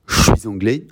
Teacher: I would do a little loop between the S on suis and the A on anglais to give that liaison